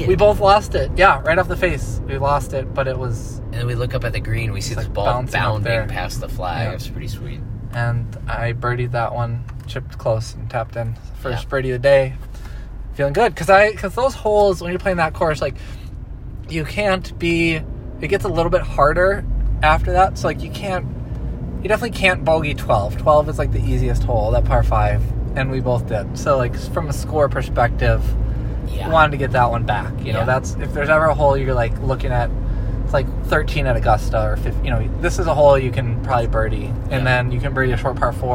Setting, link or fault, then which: setting, inside a vehicle